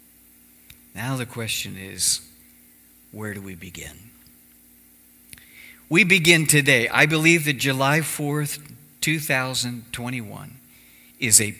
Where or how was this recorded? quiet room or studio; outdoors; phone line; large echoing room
large echoing room